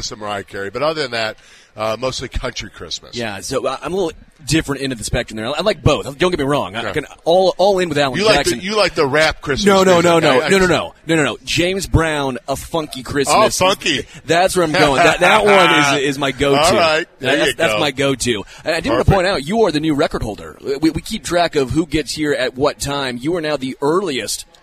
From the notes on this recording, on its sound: LIVE from Hollywood Casino!